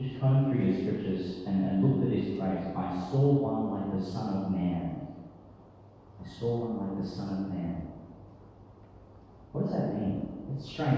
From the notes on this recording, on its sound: delivered in St Peter Chanel, Tannum Sands, Qld.